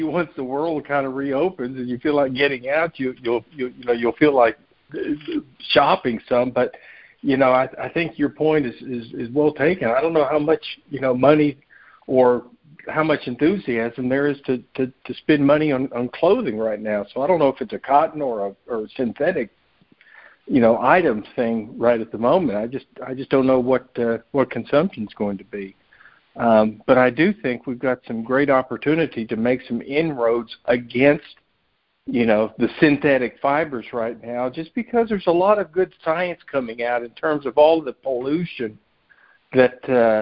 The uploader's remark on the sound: Monthly Conference Call